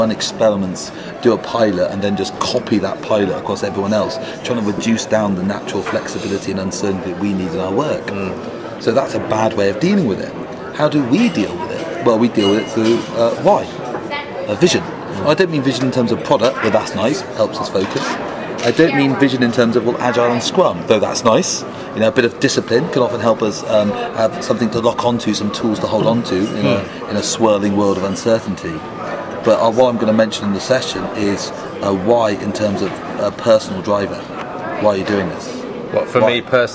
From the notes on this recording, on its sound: Global Scrum Gathering, Munich, Germany. Our special bonus includes our conference chats.